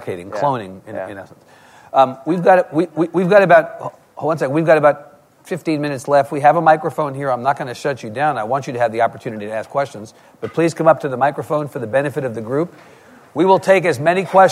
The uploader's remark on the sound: At The Texas Tribune Festival.